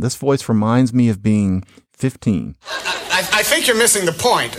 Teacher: She has the R's at the end of her syllables. · Term: R-ful